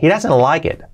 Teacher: Y luego ese it, fijaos que la T del final es muy suave